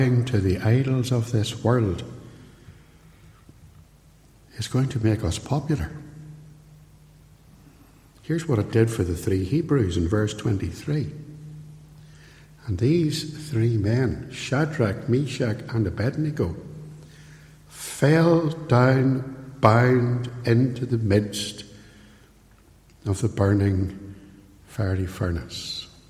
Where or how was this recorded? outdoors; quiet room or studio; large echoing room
large echoing room